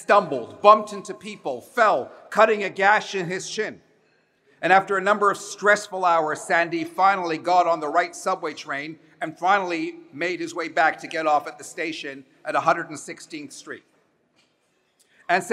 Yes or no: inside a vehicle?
no